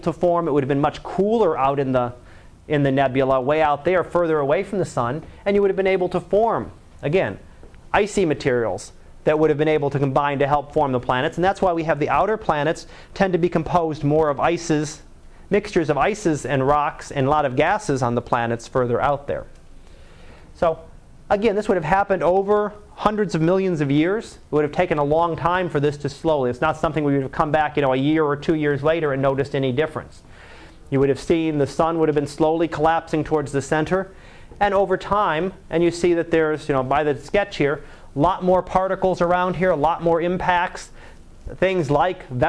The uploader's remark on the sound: Live Class Lecture